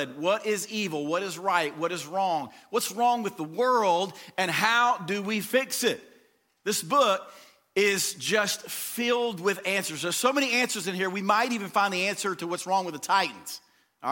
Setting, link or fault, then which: setting, large echoing room